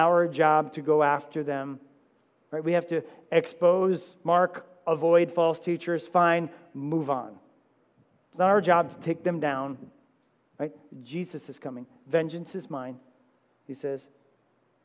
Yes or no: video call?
no